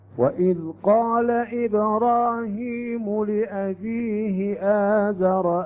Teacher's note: لم نمد الهاء لأن قبلها ساكنة